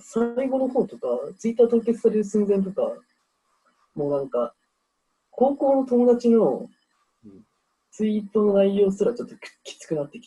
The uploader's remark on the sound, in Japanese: メンバーがZOOMを使って飲み会をしている中、少し真面目な話になったところを録音、配信してみました。急に始まって急に終わってるけどそこは許して。